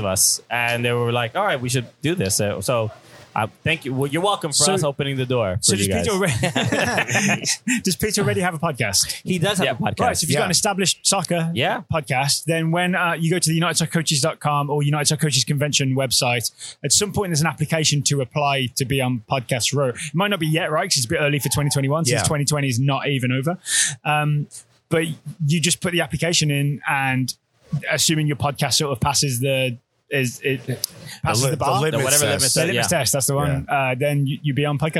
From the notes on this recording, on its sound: Recorded on site at the 2020 United Soccer Coaches Convention in Baltimore. Whenever TSS and Cooligans are in the same city, we have to record a crossover pod.